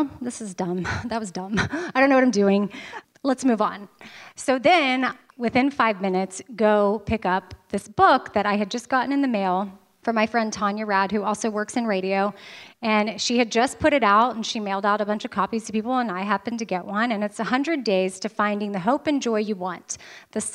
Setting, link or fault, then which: setting, live audience